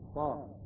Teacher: في الحروف المقطعة الهمزة لا نلفظها، الهمزة لا تلفظ هنا